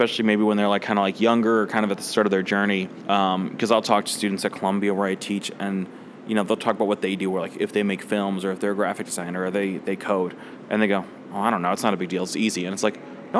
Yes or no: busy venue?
yes